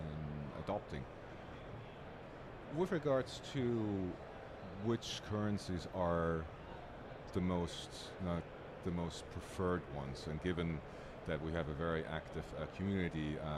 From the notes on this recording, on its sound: Recorded at Money 20/20 in October 2022.